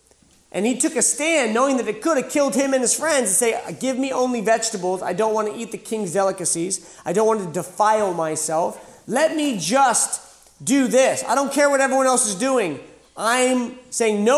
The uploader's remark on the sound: This was originally recorded live at The School of Warrior Arts annual Camp R.A.W.